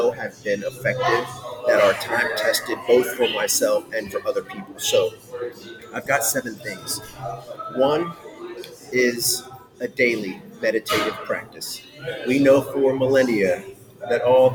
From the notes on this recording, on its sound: We apologize for the background noise.